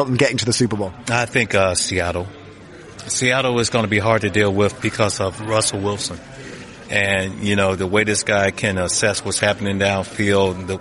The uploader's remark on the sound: live from the opening of the NFL academy gym